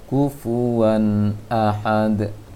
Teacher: Itu sudah dengung. Seharusnya tidak dengung. Dijelaskan saja tanwinnya.